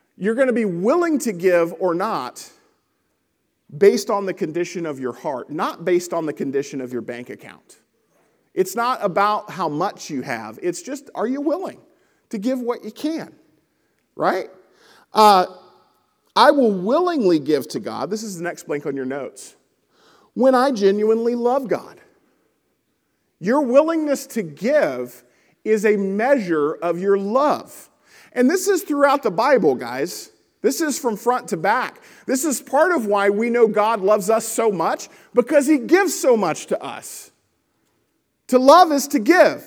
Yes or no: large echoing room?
yes